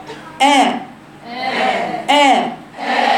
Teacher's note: يجب على القارئ أن يفتح ما بين الفكين عند النطق بالحرف المفتوح، كما ينطق الألف، كما يأتي بقراءة الألف مع تصاعد الصوت إلى الحنك الأعلى · Term: الفتحة